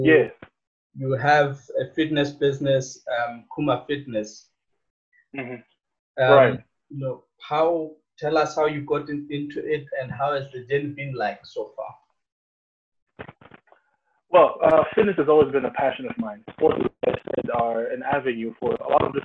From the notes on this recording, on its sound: Note the audio was captured from Zoom video call and sound quality may be poor.